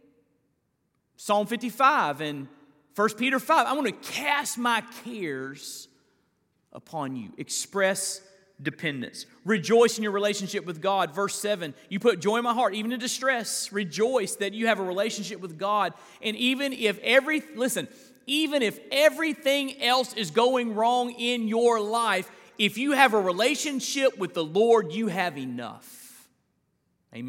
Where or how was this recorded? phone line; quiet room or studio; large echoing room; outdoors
large echoing room